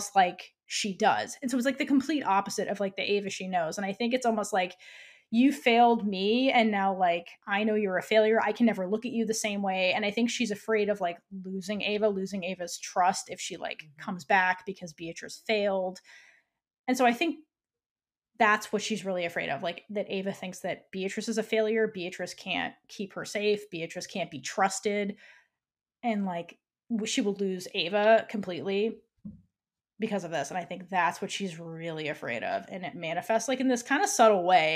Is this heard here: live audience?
no